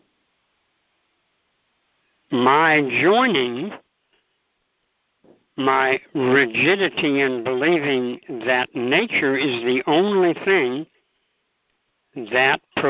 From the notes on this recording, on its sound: ACIM Daily TEXT Conference Call.